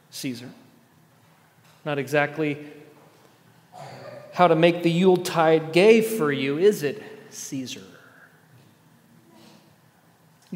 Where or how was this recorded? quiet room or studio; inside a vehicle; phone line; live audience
live audience